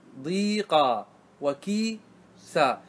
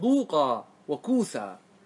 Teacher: الوجه الثاني أن أن أن أن تبقي الضمة التي على الضاد وعلى الكاف، فتقول كو وضو، فإذا جئت بالضمة تأثرت الياء وانقلبت إلى واو · Shown in: second take